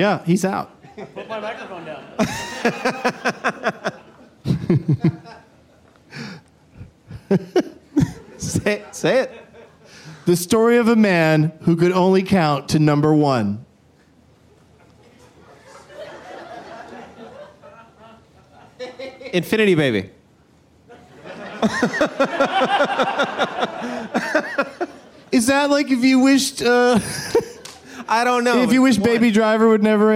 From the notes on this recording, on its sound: Live from the Traverse City Film Festival